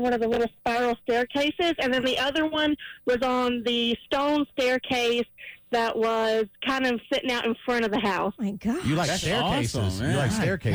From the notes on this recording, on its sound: listeners called